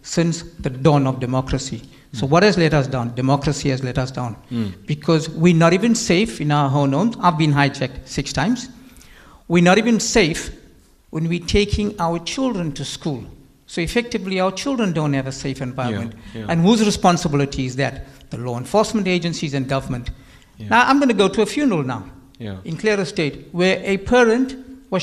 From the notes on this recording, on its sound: Here is a podcast of Newsbreak Talk before a LIVE studio audience.